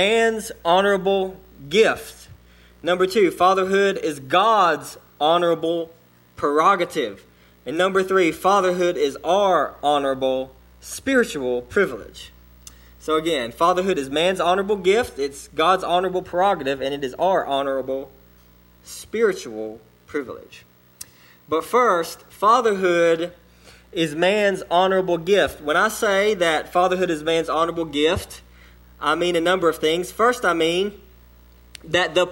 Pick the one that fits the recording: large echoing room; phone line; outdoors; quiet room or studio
large echoing room